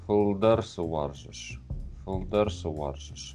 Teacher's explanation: и ударение будет на фолдар, на дар. И если мы в предыдущих местах у нас ударение было на варжиш, Здесь такого ударения нет, она просто сильная А.